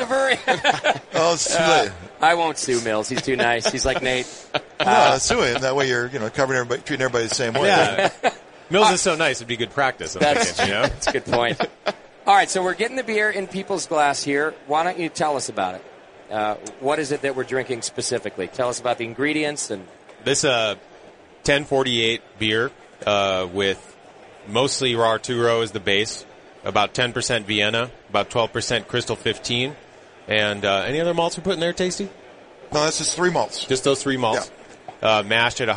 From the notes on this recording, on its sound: Live from NHC 2014.